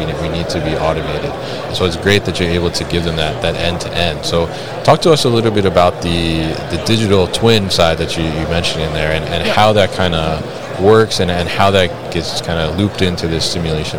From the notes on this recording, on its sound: Live from ProMat 2023.